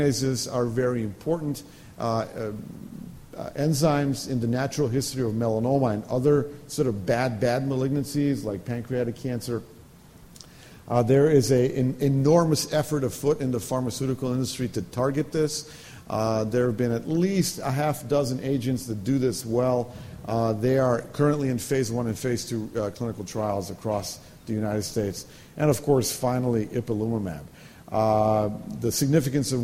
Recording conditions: large echoing room